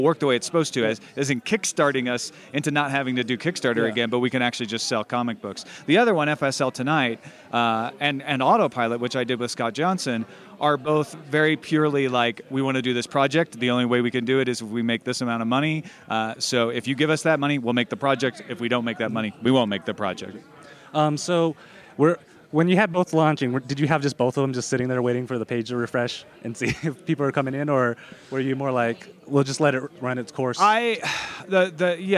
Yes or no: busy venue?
yes